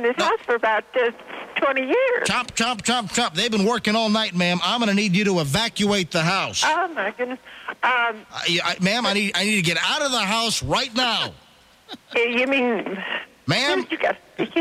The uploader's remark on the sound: Prank Phone Calls